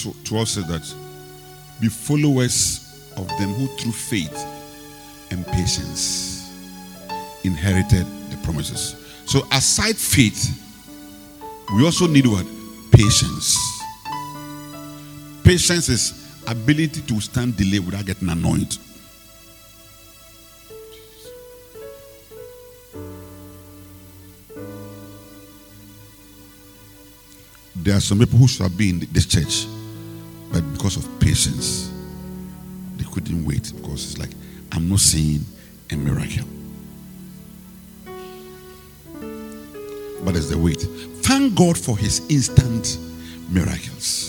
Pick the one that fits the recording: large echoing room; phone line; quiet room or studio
large echoing room